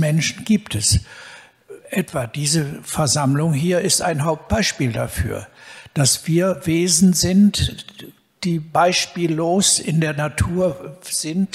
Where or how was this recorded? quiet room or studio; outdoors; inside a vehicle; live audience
live audience